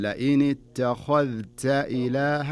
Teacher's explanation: فلذلك بدارة تنطق هذه الكلمة، لاحظ عندنا مأخذين، الخاء تكون مفخمة والتاء والذال تكون مرققة، وعدم إدغام الذال في التاء